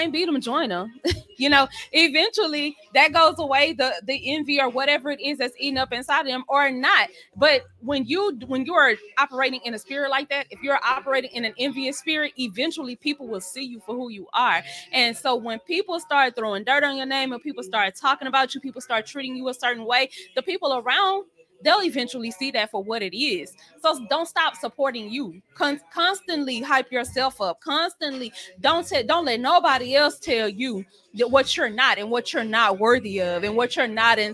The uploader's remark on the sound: our celebration at Kiante's Lounge in Houston, Texas